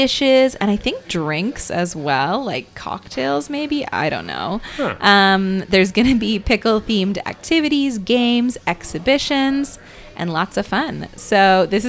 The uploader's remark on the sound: Broadcast live from Goldie's Convenience in Downtown Kitchener.